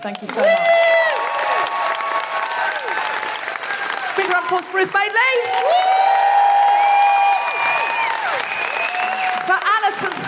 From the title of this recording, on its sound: Live from the Lowry in Salford